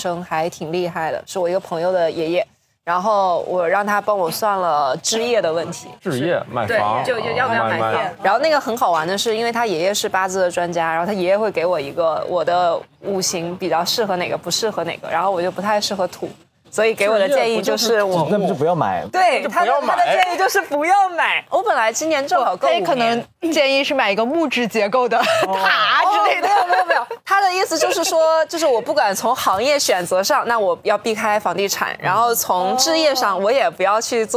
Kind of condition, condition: setting, busy venue